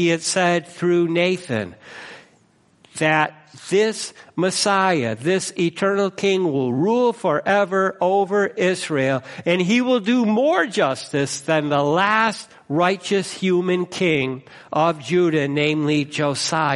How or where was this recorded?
large echoing room